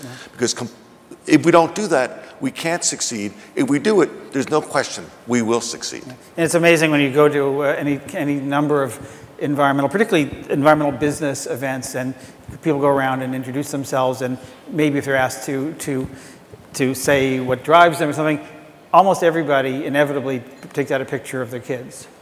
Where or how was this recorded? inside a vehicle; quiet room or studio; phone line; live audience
live audience